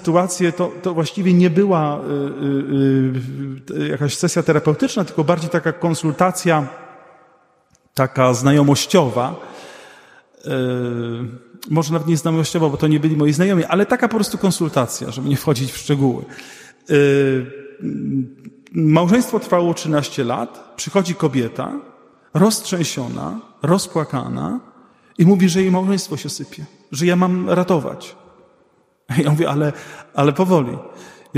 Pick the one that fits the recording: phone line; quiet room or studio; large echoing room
large echoing room